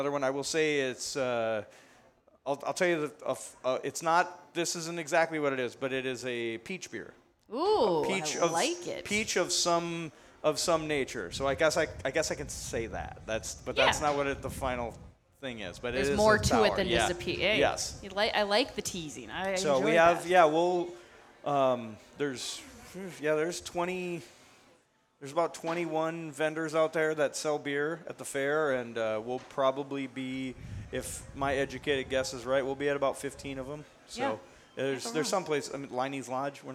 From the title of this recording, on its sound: Live from Dugarel’s in Hastings